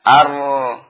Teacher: Tentar lisan dari ujung lidah mendekati makhrajnya nun, akan tetapi dimasukkan sedikit ke zahrul lisan, ke punggung lidah.